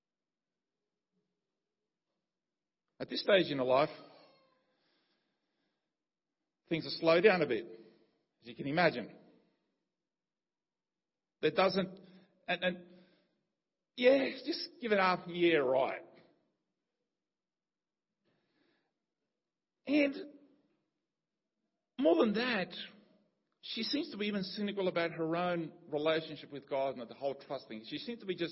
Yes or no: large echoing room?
yes